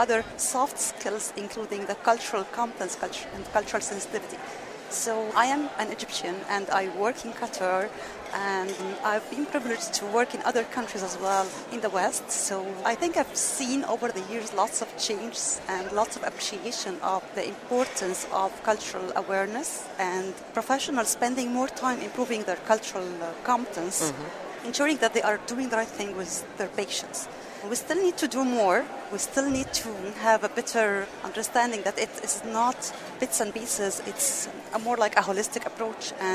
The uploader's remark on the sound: At the Alliance for Continuing Education in Healthcare Professions 2018 annual meeting